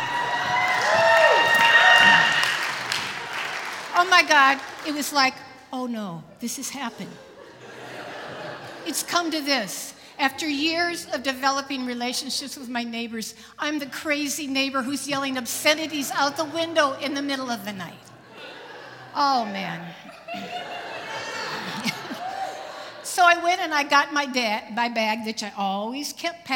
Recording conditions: live audience